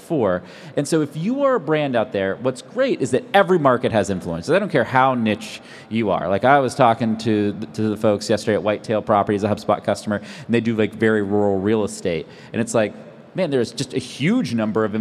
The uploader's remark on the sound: Live from INBOUND. On this special episode live at INBOUND.